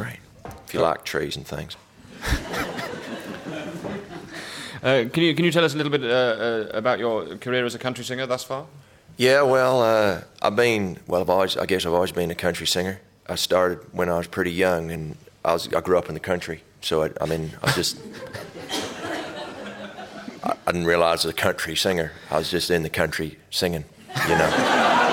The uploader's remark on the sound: Edinburgh festival podcast: The Guardian Live at the Gilded Balloon. Live on stage.